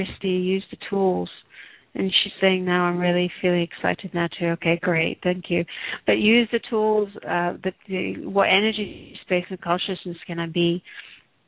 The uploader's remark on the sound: Takes your calls for healing live today!